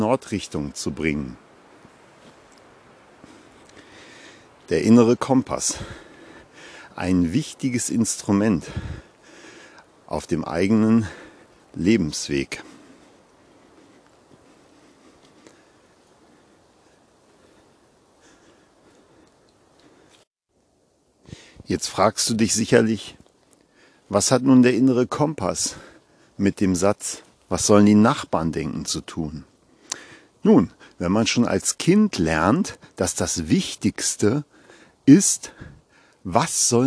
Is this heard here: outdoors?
yes